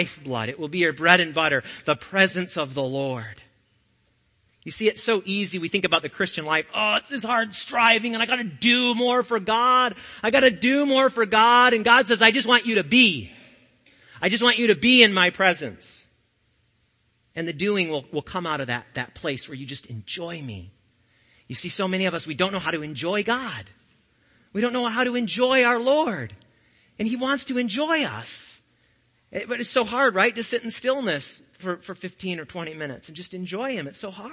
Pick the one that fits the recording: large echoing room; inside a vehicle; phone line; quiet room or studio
large echoing room